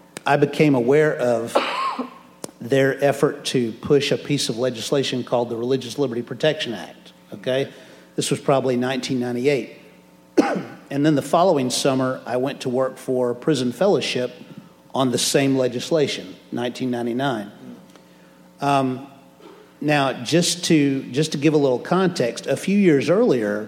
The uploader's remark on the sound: answers questions from the audience.